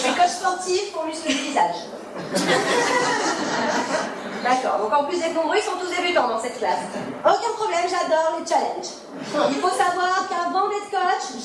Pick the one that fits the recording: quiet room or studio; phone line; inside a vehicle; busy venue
busy venue